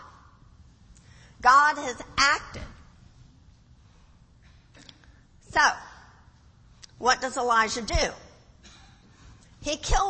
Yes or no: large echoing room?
yes